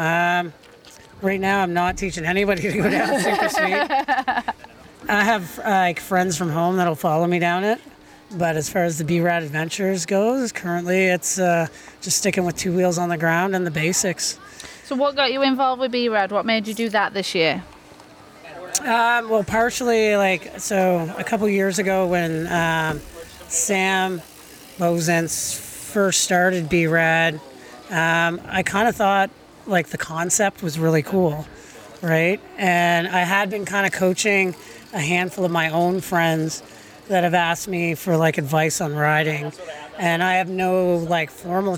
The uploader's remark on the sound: We're at the Sugarloaf Adrenaline festival this week